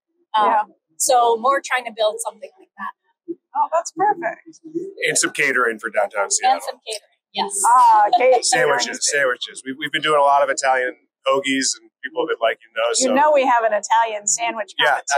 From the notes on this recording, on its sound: This year, we took The Hot Slice Podcast to the show floor at Pizza Expo. Be patient with the sound. It will be worth it to hear the enthusiasm and energy of pizzeria professionals at the show.